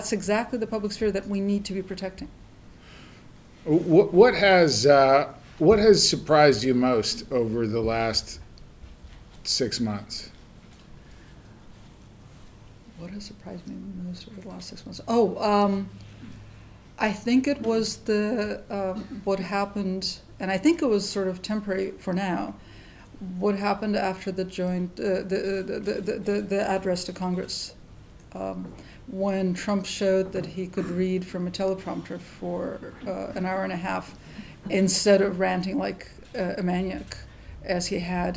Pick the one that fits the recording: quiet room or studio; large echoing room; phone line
large echoing room